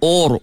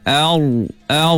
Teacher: Or jadi hamzah pun tebal, ra pun tebal. · Shown in: first take · Hamzah tu nipis, ra saya tebal.